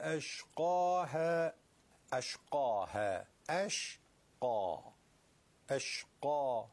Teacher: فقط این وسط قافه که تفخیم میشه با الفش